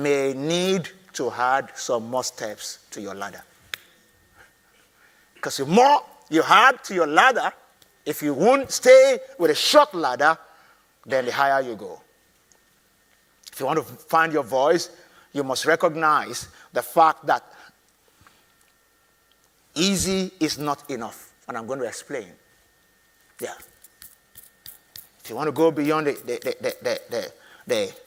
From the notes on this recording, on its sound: I delivered this teaching at the inaugural Find Your Voice conference in London.